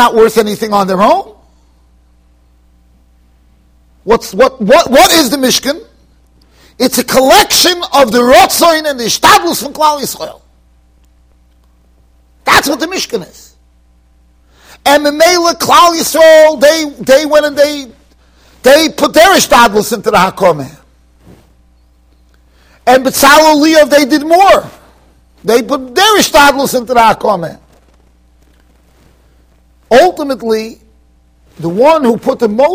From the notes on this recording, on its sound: Shiur recorded in Yeshivas Ohr Reuven, Monsey NY.